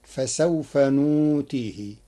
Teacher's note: قرأ ورش كلمة نؤتيه بإبدال الهمز واوا للتخفيف فتصير فسوف نؤتيه.